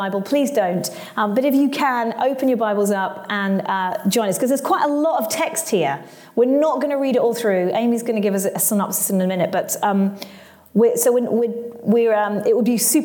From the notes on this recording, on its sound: Join us as we take a road trip and record live at Trinity Church Nottingham’s church weekend!